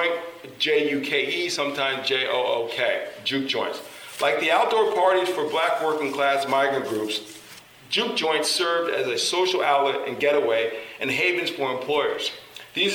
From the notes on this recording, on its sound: Recording of a lecture. Did at Harvard University.